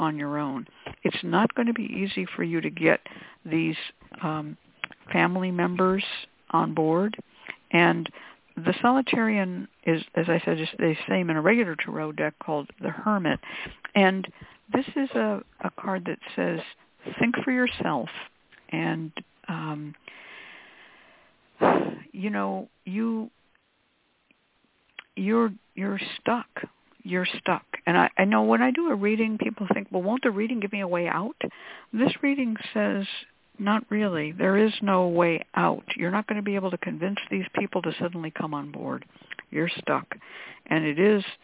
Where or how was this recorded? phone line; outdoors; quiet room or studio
phone line